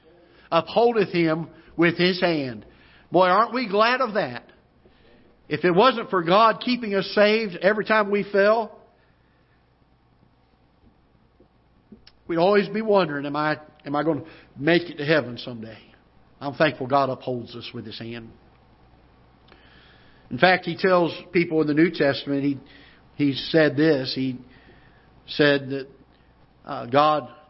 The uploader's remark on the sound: Ketha Heights Baptist Church ~ Live Broadcast